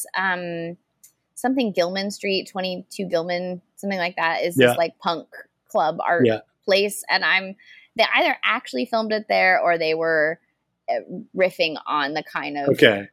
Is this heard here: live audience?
no